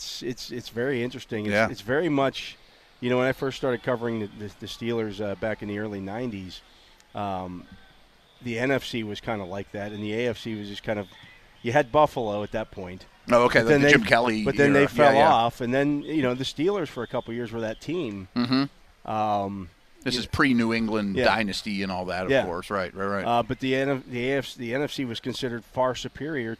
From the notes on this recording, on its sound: The Drive live from OTAs day 9 HR 1. Live from the Last day of Steelers OTAs.